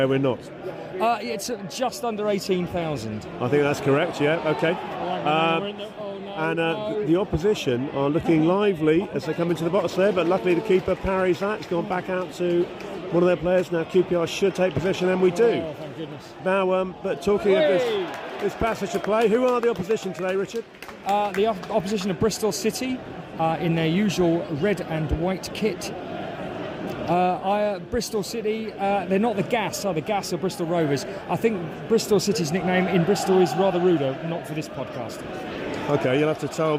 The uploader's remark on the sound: was recorded at whatever QPR’s ground is now called on Saturday 11 November 2023.